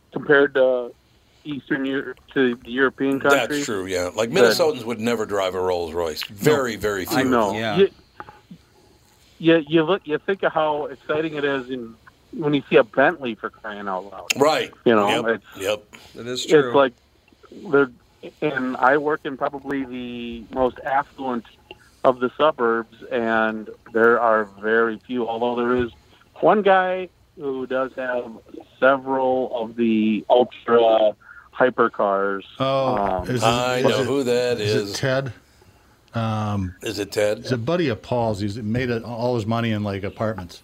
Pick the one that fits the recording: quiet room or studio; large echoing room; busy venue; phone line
phone line